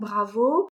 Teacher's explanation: Le R, c'est tout au fond de ta gorge. C'est un son guttural. Tout au fond de ta gorge, il va falloir faire vibrer tout ça. · Donc bravo, tu vas avoir le son B. Donc le B, ça va nécessiter une occlusion, donc une fermeture des lèvres, une bonne fermeture des lèvres, et ensuite une vibration des cordes vocales pour faire ton B.